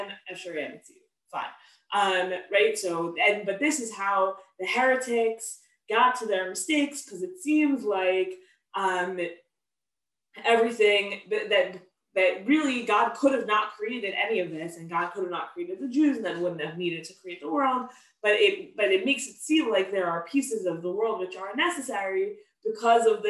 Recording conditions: video call